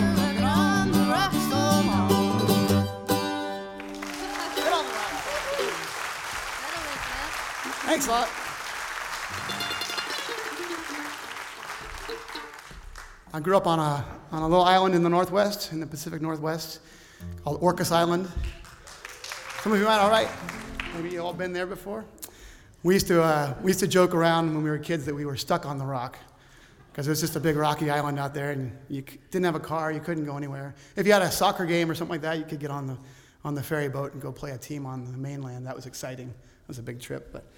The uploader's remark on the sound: Savannah Music Festival Live